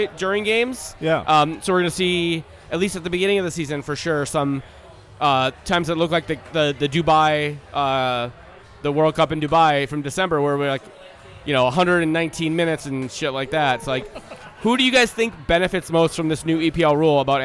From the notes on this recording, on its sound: we recorded this in person at the Black Hart